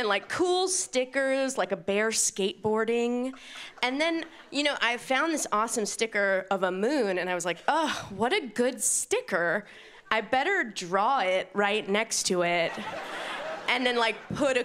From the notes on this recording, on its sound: brings her comedy to the Montreal Festival